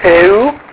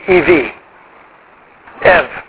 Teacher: And so it is pronounced in Erasmian as a vowel, and this is eu, okay? But a modern Greek would pronounce that diphthong ev · Shown in: second take